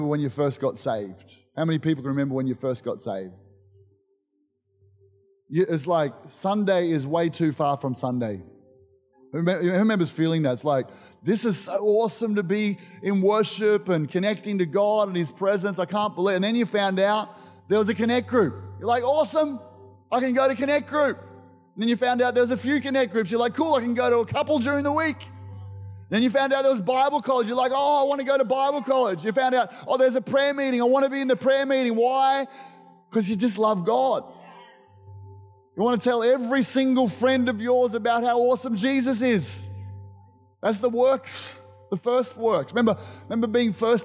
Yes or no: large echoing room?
yes